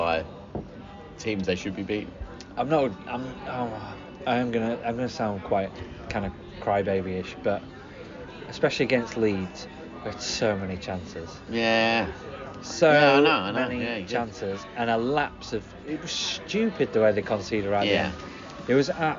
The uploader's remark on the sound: In the pub to record this weeks pod. There is a cracking joke, some singing and lots of footy chat.